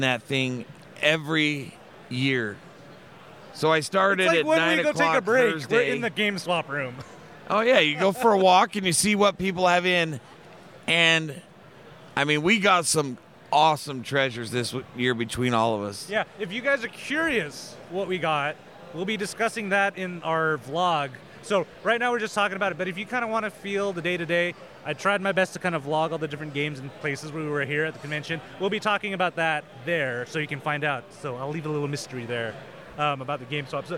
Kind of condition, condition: setting, busy venue